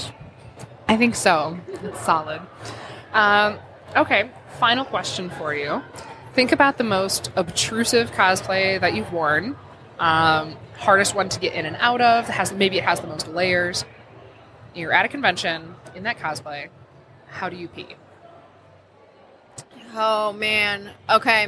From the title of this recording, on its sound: Live at LTU Expo